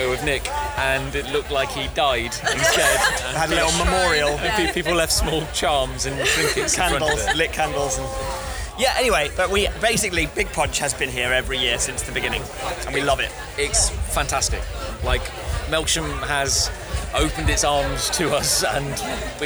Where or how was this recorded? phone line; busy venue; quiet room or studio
busy venue